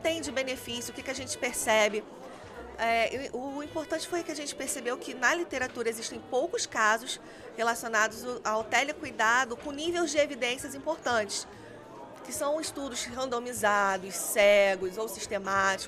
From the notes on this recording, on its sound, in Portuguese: Como gravamos em meio a multidão tem alguns ruidos de fundo , mas nada que comprometa o bate papo .